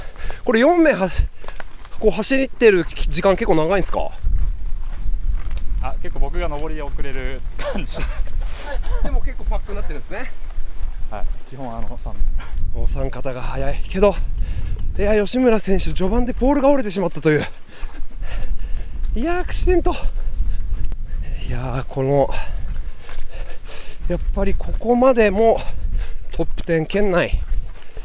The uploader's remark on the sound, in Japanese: 鈴鹿山脈を進むトップ選手の実走インタビュー。A1安楽峠の様子。